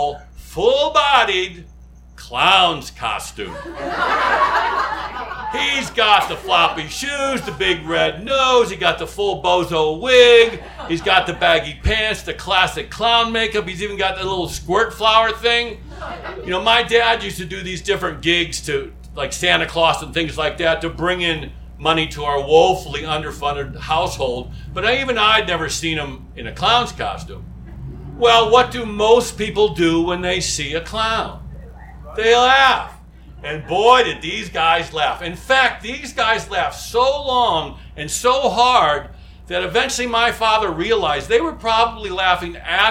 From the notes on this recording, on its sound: live at Tiger!